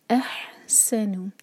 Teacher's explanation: سین پر سیٹی جیسی آواز. س اور نو ایک ایک حرکہ.